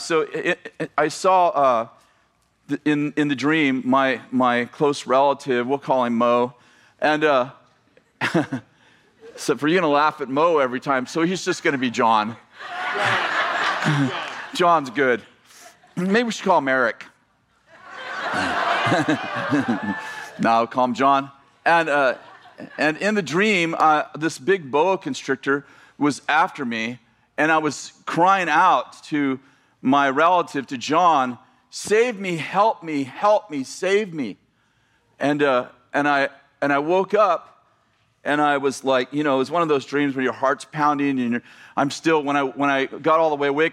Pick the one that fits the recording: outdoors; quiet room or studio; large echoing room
large echoing room